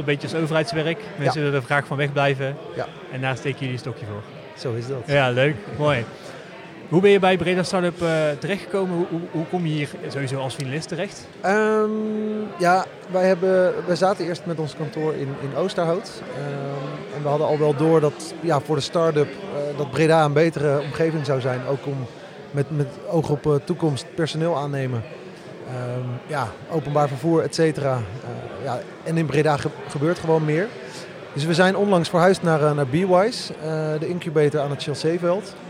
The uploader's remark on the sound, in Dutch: Live podcast vanaf de finale van de 2022 Breda Startup Awards. We hebben gesproken met de finalisten voorafgaand aan de uitreiking en uiteraard met de winnaars na de finale.